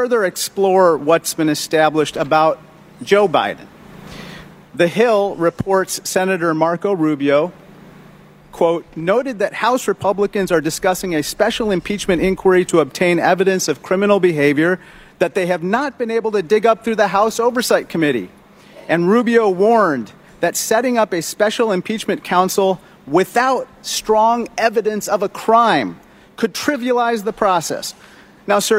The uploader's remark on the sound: live at the Little Heroes Blood Drive